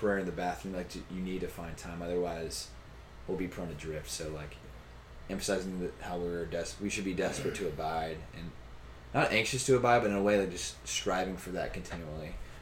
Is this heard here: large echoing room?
no